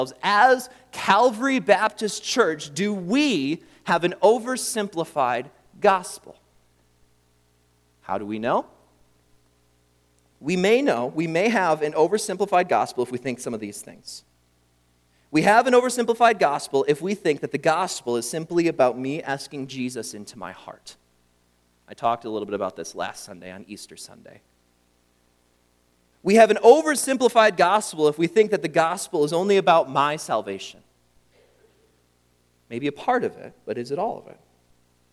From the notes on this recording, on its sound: during the Morning Worship Service on Sunday, April 16, 2023, at Calvary Baptist Church in Battle Creek, Michigan